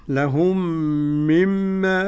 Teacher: ميم ساكنة وأتى بعدها ميم والتشديد على الميم التانية · Term: إدغام شفوي